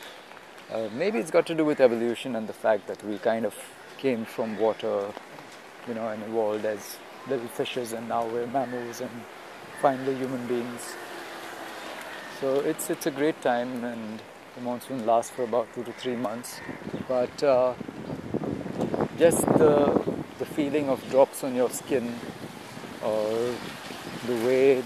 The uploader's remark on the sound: Walking at Mount Mary.